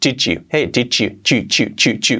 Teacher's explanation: entre la D y la Y, he dicho que hacemos una R suave, pero en muchas ocasiones se junta como si fuera un j